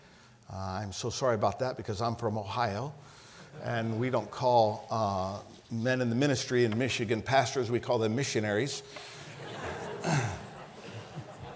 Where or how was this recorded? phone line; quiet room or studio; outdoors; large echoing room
large echoing room